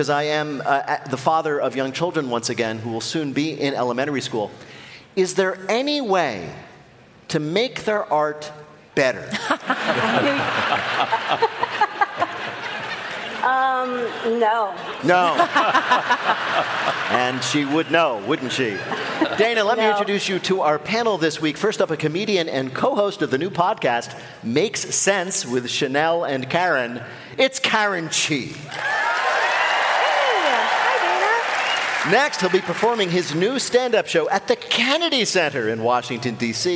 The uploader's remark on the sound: This week, we're live in LA